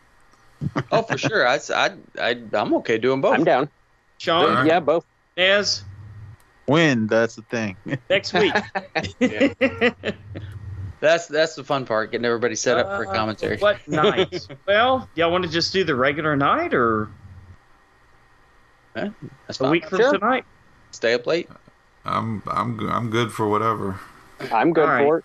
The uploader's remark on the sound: Gremlins try their best to throw us off our game. We get internet problems, wifi problems, Skype problems, you name it.